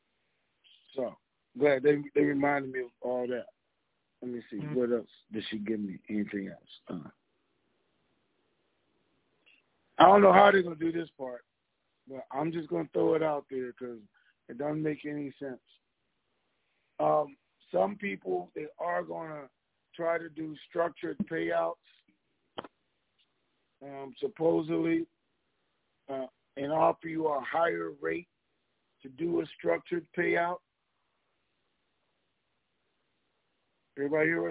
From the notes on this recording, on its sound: TNTSuperfantastic Conference Call